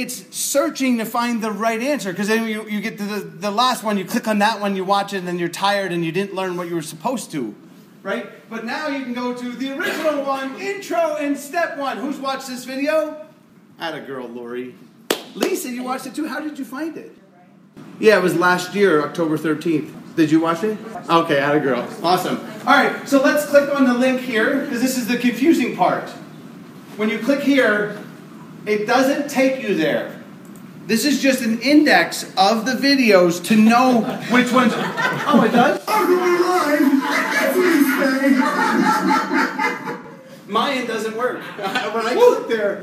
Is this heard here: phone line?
no